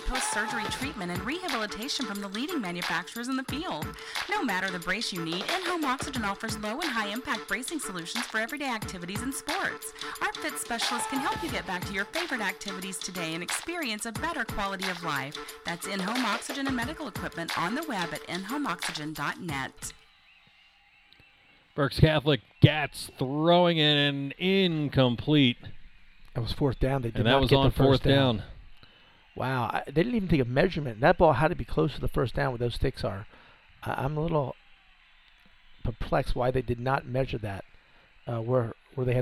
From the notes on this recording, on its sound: The radio station shows up when they see a good game coming. That means we got pushed outside.